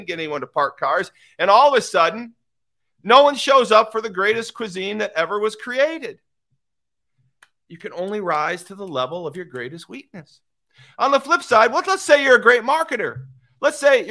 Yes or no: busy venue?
no